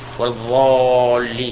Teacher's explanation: ينطق بهذه الضاد ضاء مغلظة أيضا، يغلظ، نعم، يملأ فمه منها